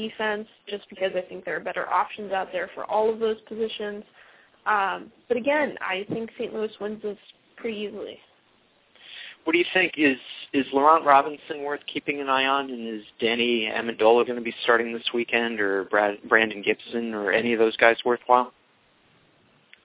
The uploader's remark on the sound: fan interaction via phone